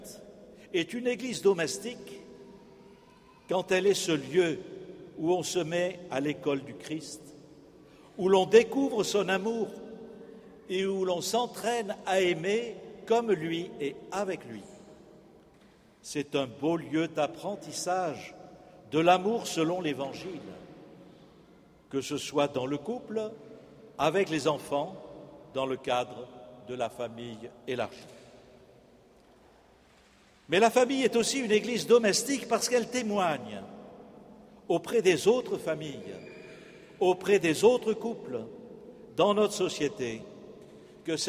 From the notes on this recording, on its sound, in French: Festival des Familles. La messe du 4 octobre 2015, célébrée en la cathédrale Saint-André de Bordeaux.